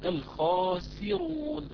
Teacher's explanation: ينبغي الله يكرمك أن ترقق السين وتكسرها، لأنك لو كسرتها كانت يعني كسرة كاملة لا ظهرت يعني مرققة كما هو ينبغي.